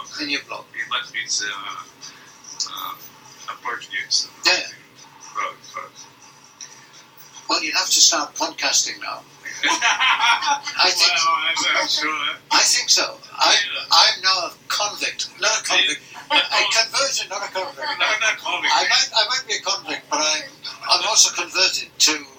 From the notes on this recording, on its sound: The 'warts and all' principle is followed to provide this podcast without delay while the poddling team develops skills at dealing with the audio 'warts'.